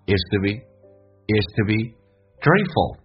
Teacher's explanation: to 说成 t， be 长元音说成短元音 be，降调来发